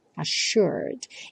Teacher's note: esses dois S's do assured vão ter um som de X